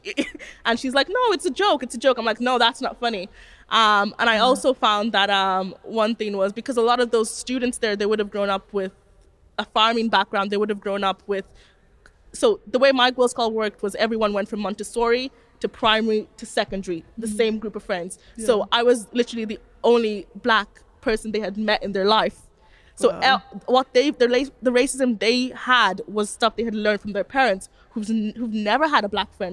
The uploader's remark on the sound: This episode was recorded live as part of Africa Day 2018 at Farmleigh House in Phoenix Park.